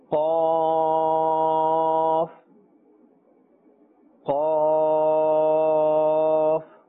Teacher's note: Now qaf, this letter, it is part of the lahawiya letters and is pronounced from the root of the tongue and the soft palate. See, it also has a thicker sound.